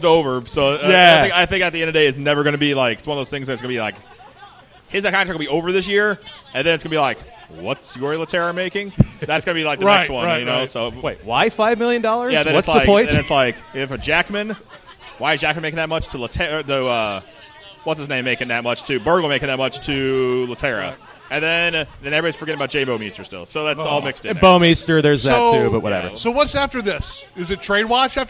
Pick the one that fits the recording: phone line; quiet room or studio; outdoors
outdoors